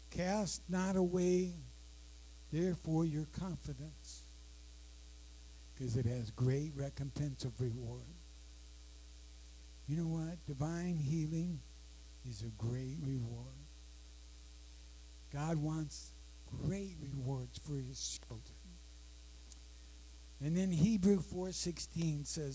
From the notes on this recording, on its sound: Sorry, low audio.